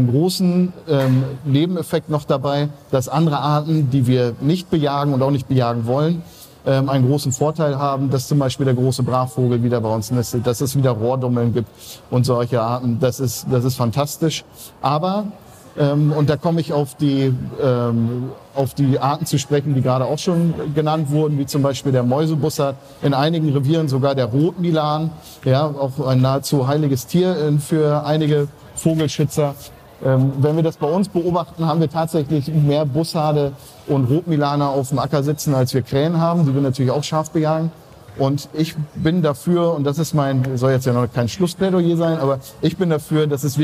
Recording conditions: busy venue